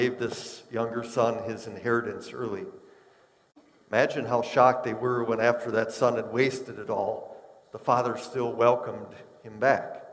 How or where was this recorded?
large echoing room